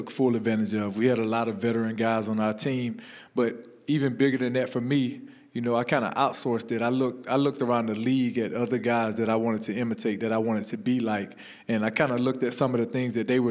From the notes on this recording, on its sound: Recorded at the NFL Walter Payton Man of the Year Reception at Super Bowl LII in Minneapolis